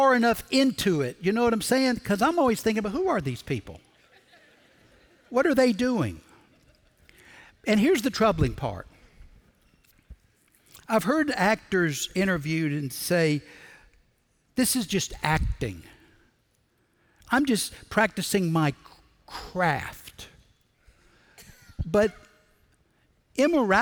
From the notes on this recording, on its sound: Recorded Live at Brookwood Church